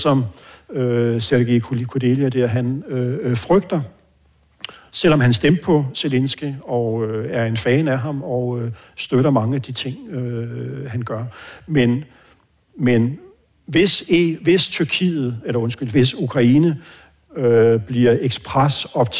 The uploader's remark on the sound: med podcastens lyttere til en live-optagelse af Fri Ukraine